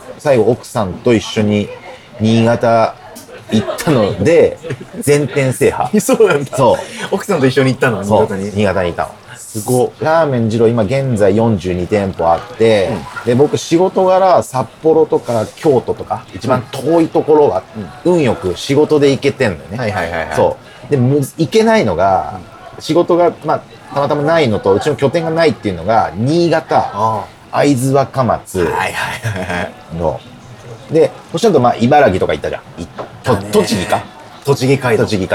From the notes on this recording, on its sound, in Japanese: 本当は静かな公園で録る予定だったのですが突然の雨によりびっくりドンキーに避難して収録したので、ほどよくガヤガヤしていますがご容赦ください。